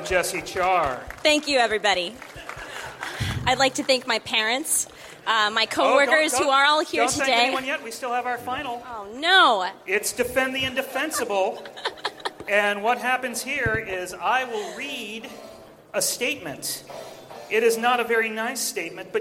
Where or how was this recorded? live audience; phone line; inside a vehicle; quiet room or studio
live audience